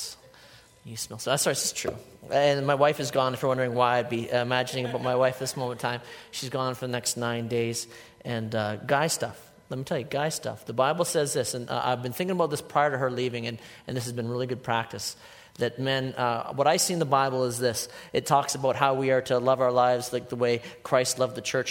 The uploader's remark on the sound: a sermon I delivered at Life Church